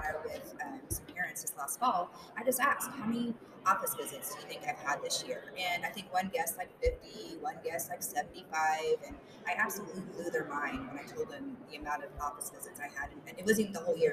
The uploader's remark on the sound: Live from the Kansas State Capitol. Live from Mental Health Advocacy Day at the Kansas State Capitol.